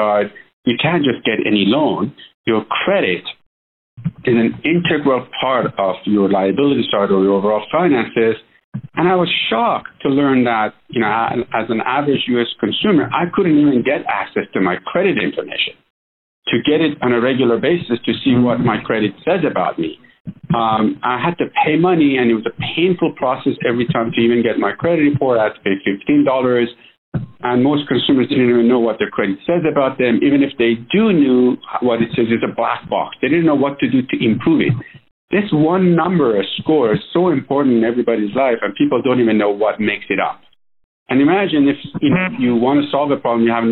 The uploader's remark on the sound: This is an excerpt from that phone interview.